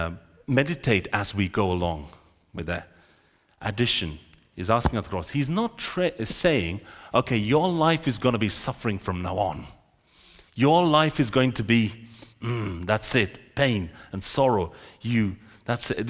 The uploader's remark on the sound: This sermon was recorded on Sunday 14th January 2024 at our Great Denham venue.